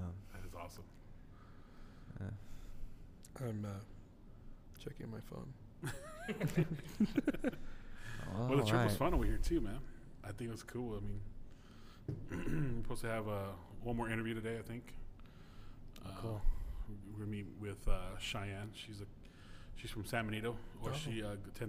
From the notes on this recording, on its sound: Live at STX CMI conf. On-site at the South Texas Campus Ministry International Conference at UTRGV.